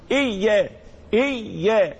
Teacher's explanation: الياء مشدد، إذا مشددة مش مخففة، مش ياء واحدة، لا دي اتنين ياء